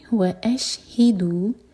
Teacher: شین کے سکون کے بعد ہی پر زور